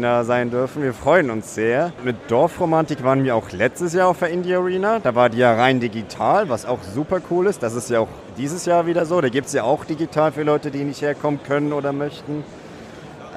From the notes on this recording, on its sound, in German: Live von der Gamescom 2022.